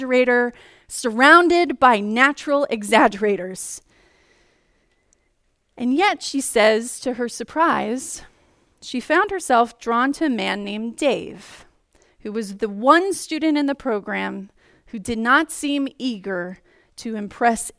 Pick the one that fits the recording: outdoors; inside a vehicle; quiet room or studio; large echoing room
large echoing room